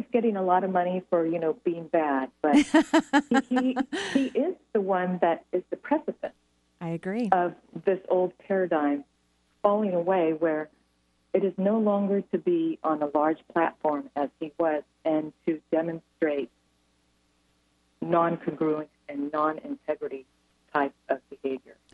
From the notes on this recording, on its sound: taking call in questions from around the country